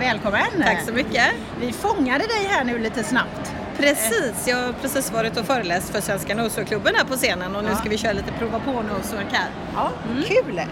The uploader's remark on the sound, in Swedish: Direkt från My Dog 2019